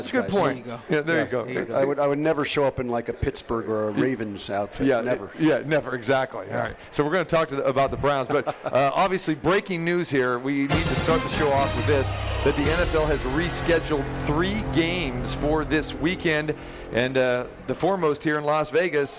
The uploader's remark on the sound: Live from the Cosmopolitan of Las Vegas